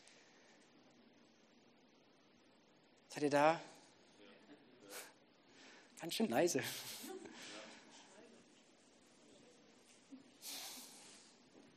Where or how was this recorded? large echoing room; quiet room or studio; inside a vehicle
large echoing room